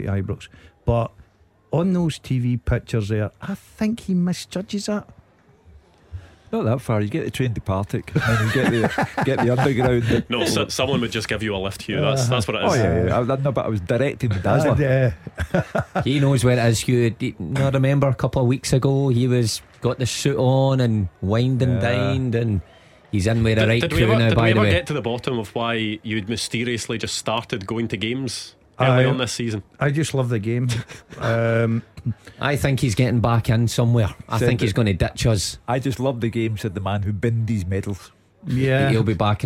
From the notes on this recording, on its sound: In the studio as Rangers take on Morton in the League Cup's early kick off. Live from Ibrox.